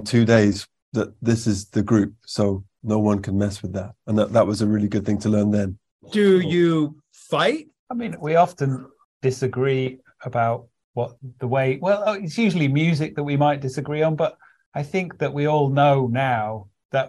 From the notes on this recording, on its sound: via Zoom